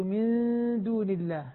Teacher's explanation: من نون مع الدال إخفاء مع غنة